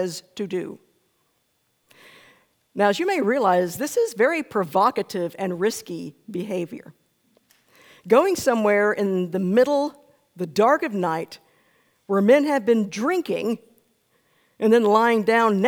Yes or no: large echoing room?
yes